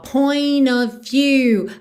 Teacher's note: Aqui a gente não ouve o T de point e a gente junta o N direto no O.